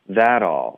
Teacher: That 跟 all 我们会连读，特的音会浊化